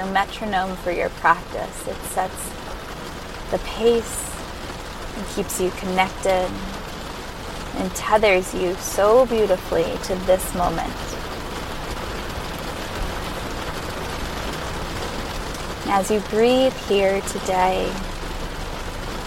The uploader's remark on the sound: recorded in her car during a rainstorm